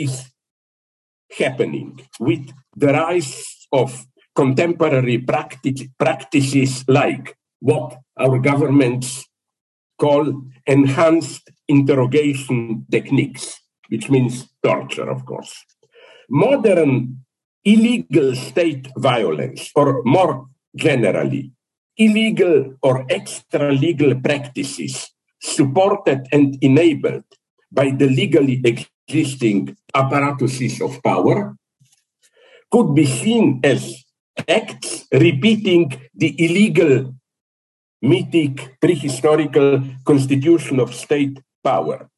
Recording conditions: video call